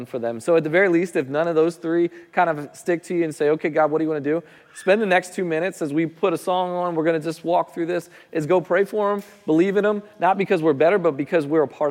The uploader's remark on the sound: Recording of Sunday gathering on September 17th, 2023.